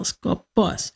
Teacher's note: This is one that Chrysostom often mentions by name, and that is skopos, S-K-O-P-O-S, skopos. Put the accent on the second syllable